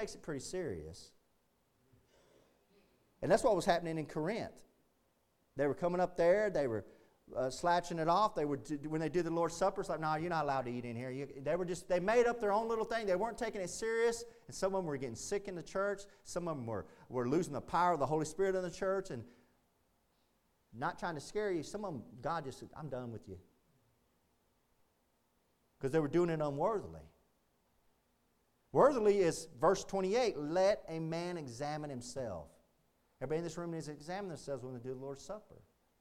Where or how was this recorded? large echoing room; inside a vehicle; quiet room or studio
large echoing room